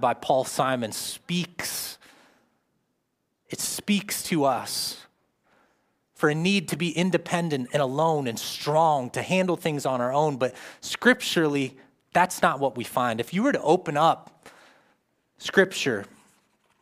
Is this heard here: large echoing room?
yes